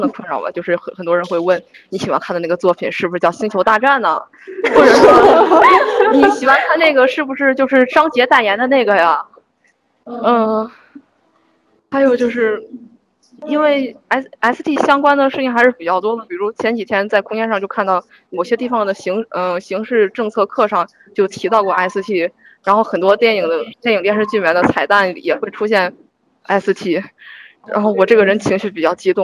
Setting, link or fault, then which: fault, poor sound quality